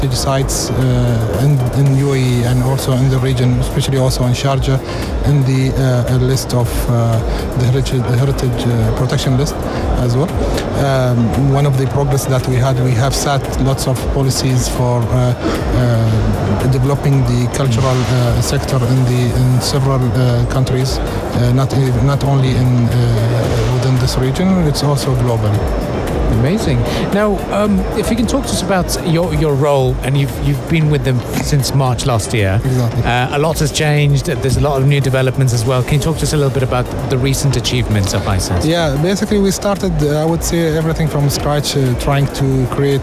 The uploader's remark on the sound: Live from SIBF